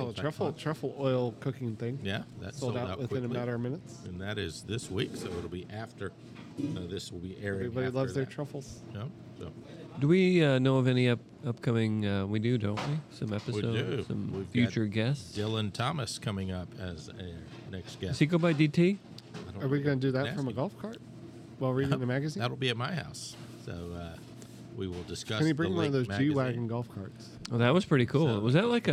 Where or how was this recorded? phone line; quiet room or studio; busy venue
busy venue